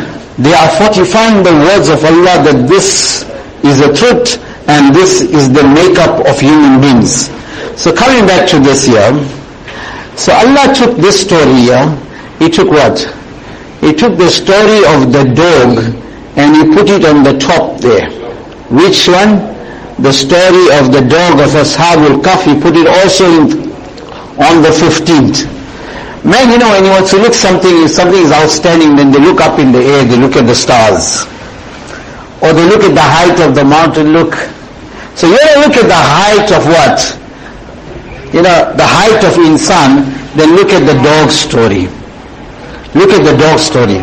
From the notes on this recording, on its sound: Jumuah lecture at May Street Masjid 20 Jan 2023